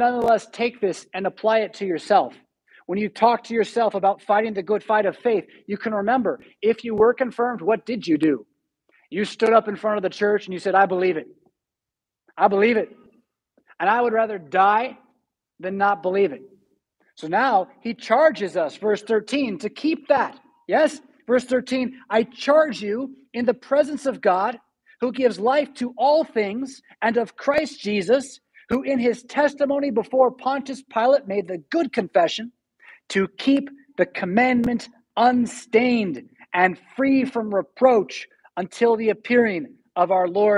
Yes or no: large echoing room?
yes